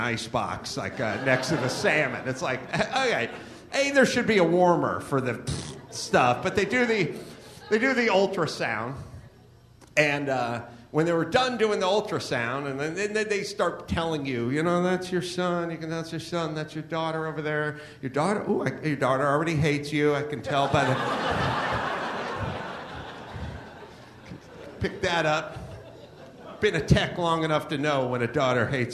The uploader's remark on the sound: Live From Raleigh, NC